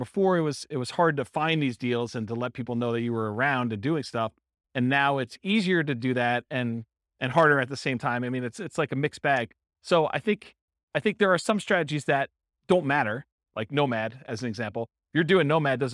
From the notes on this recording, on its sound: This was a live class recorded.